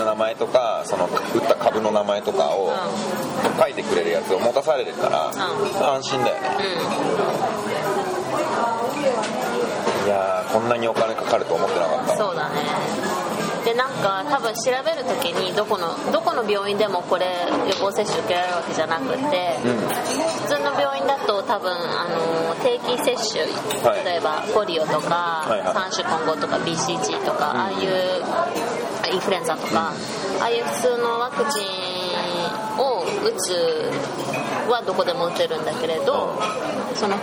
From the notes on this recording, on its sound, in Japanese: レストランで収録したためちょっと聞きづらいですが。